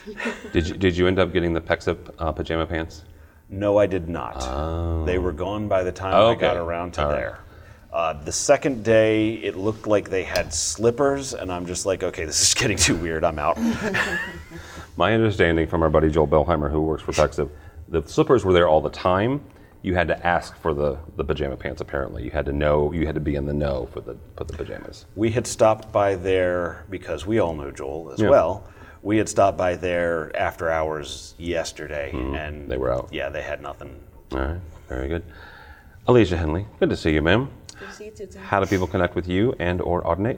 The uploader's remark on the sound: Live From InfoComm 2021